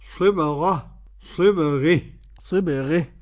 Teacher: الإمالة تكون للهاء وللغين